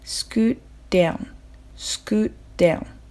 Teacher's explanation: scoot の t がストップ t になるのでちゃんと t の音として発音されません